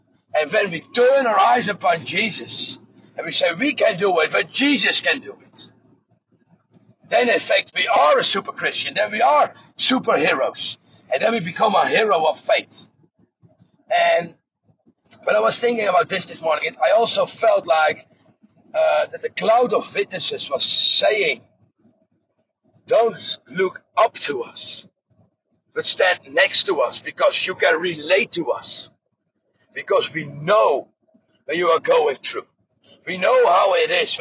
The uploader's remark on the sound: the audio is recorded while driving the car